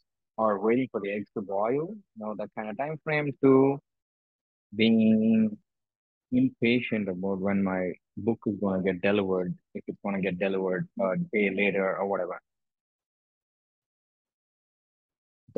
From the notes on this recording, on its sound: I am travelling - hence the delay in the post and the audio quality.